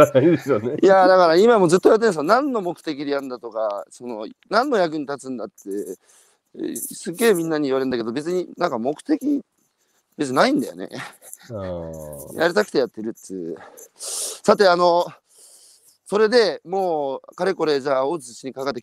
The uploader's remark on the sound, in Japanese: 歩きながら1時間、対談する